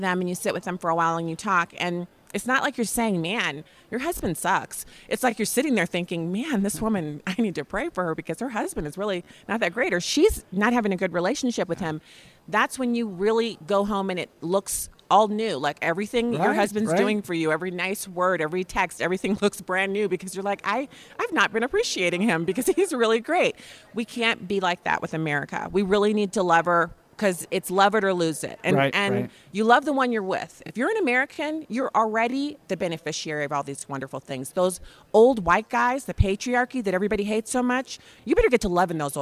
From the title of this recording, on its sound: Live from Western Conservative Summit 2022